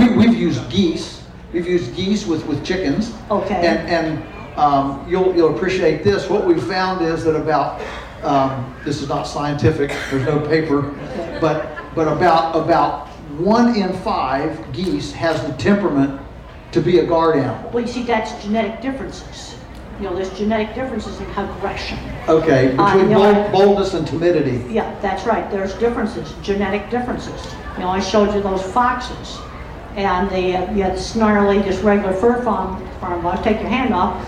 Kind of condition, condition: setting, busy venue